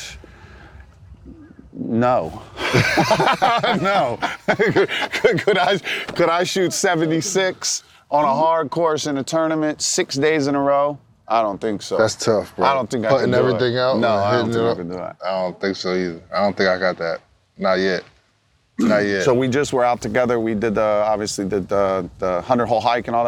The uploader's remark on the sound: LIVE FROM MALBON MUTINY at MIAMI SHORES